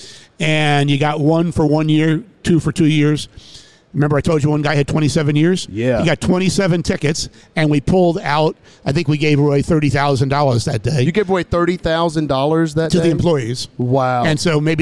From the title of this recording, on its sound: Live at NADA.